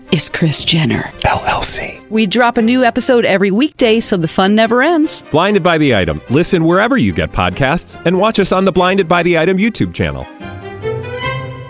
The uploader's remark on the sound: LIVE From El Burrito Mercado